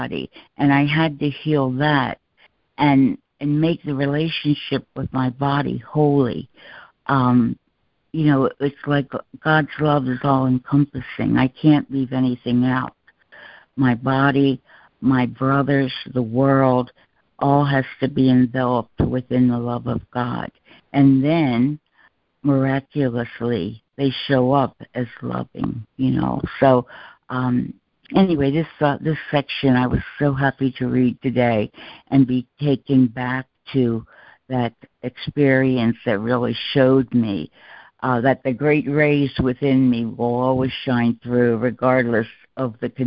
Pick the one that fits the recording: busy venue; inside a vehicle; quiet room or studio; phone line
phone line